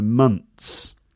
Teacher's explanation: So instead of making it a th sound, you make it a t sound.